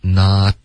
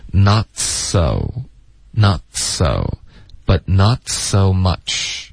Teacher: not 的特省略的时候我们舌尖会顶上颚对吧顶上颚封住气流 not 然后这个时候连发到嘶的时候就会导致一点轻轻的爆破 not so but not so much but not so much